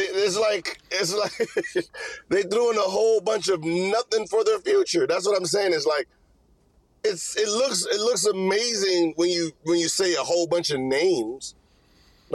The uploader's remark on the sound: did it while driving